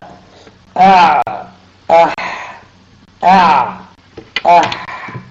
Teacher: وسط الحلق يخرج منه العين والحاء العين والحاء أع أح أع أح وأدنى الحلق يخرج منه الغين والخاء أغ أخ، وهي مجموعة في كلمة أو في جملة، أخي هاك علما حازه غير خاسر، أوائل الحروف، أخي آ هاك ها علم عين حازه ح غير غين خاسر خ.